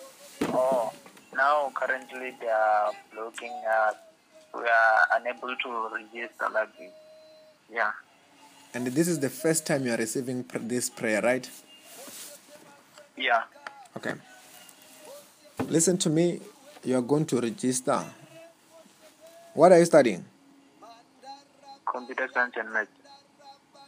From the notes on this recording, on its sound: healing over the phone